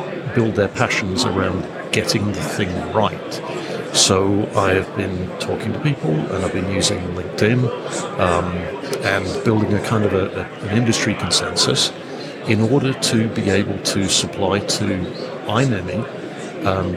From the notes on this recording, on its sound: recorded at IMAPS DPC 2023